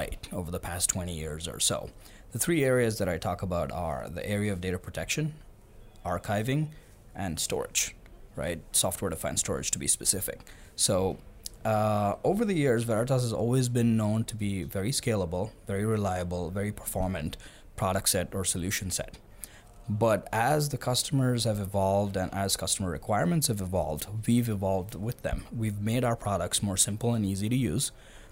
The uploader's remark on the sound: live from Vision Solution Day (VSD) Madrid #VtasVision